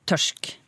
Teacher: Den der ustemte sj eh, for r pluss ustemt konsonant, den er nokså vanlig eh, i alt nordafjellsk norsk